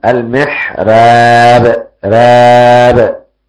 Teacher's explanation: قراءة ورش يرقق الراء فقط فيفتح الفم، يعني نحن نقرأ المحراب بفتح الفم مع التفخيم الراء بالتكرير الذي فيها. · Term: ترقيق الراء